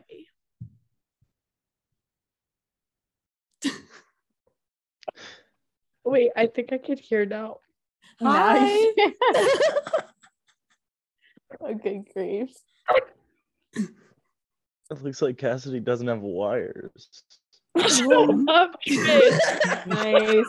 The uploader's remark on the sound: I do know that I do cough a lot as well as the bad wifi issues.